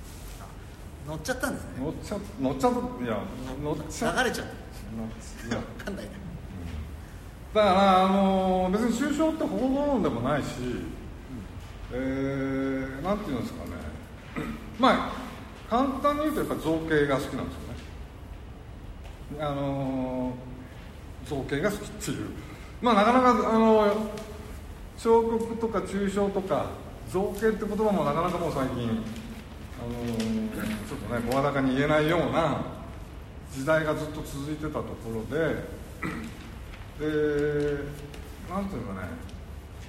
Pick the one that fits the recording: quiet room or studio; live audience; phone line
live audience